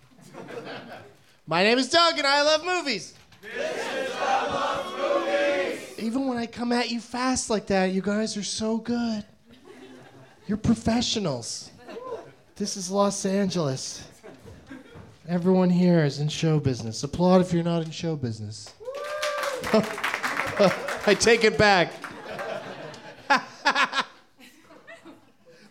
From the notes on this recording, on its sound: Live from the NerdMelt Showroom in Hollywood